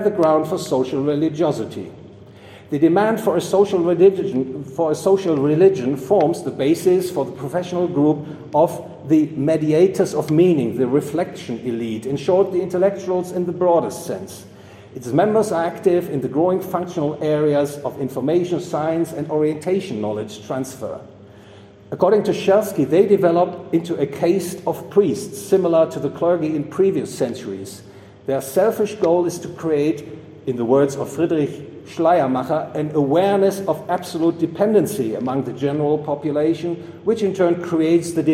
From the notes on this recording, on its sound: Recorded 17 September 2022 at the Property and Freedom Society, Bodrum, Turkey.